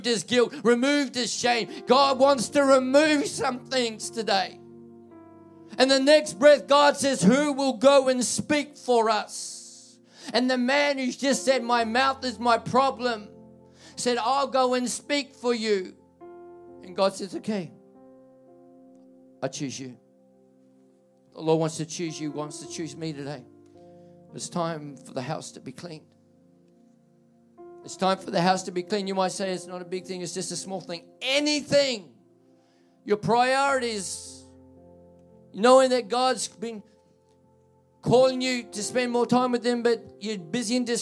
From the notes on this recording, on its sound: This message was recorded at Generations Church, Tatura in July, 2023.